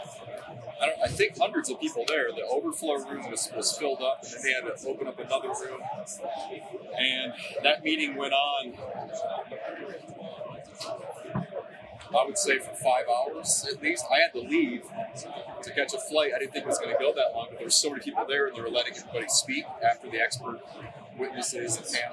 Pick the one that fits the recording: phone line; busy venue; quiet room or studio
busy venue